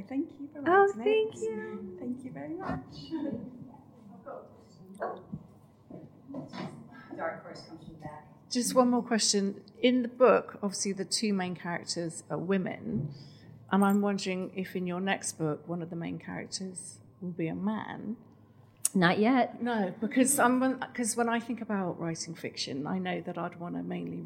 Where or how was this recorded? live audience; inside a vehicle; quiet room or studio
live audience